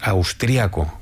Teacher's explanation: normalmente decimos austriaco, con el acento prosódico en la segunda A